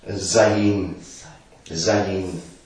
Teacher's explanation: Also das Sain mit als S gesprochen, aber meistens mit dem Z umschrieben, also lustigerweise. Aber es ist eigentlich ein sehr stimmhaftes S.